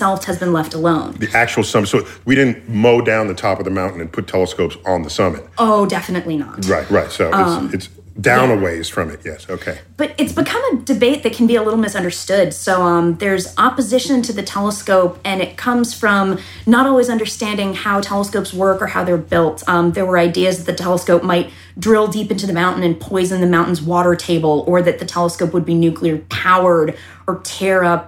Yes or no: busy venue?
no